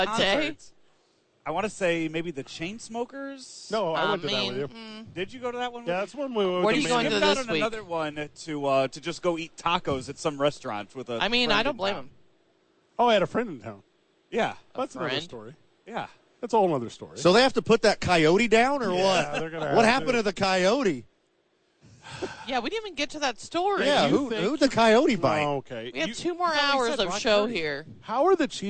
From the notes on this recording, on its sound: live from Radio Row